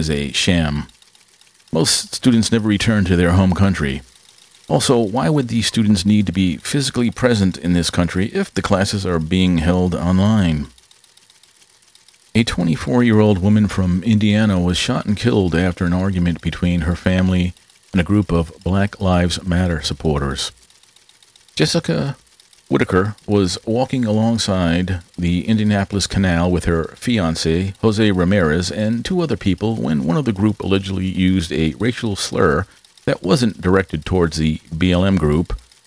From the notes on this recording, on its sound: Excuse the background noise. A lot was going on during the recording.